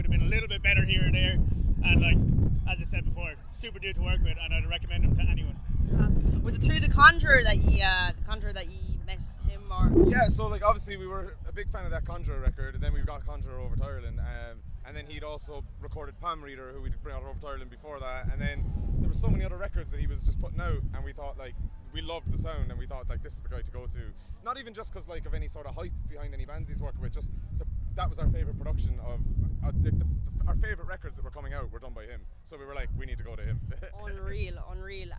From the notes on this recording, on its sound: Bloodstock Open Air Festival 2021. With a hand held recorder. The other few thousand who attended. Apologies for the poor quality of sound in some interviews. Windy conditions and was not in a dedicated area to interview the bands.